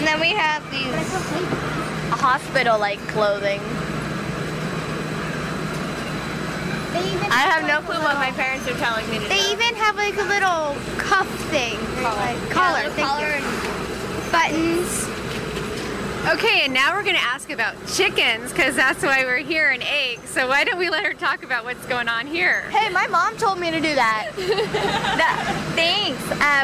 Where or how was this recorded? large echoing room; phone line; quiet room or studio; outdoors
outdoors